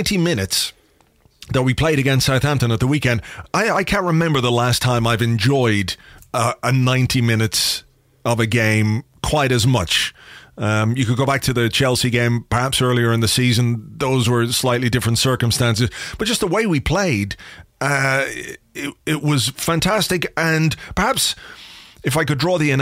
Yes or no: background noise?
no